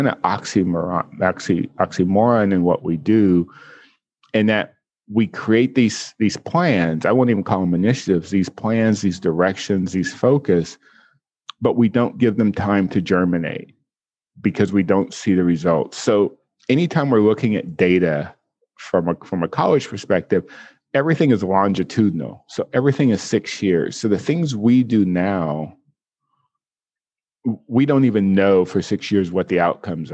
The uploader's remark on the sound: joined me for a Zoom conversation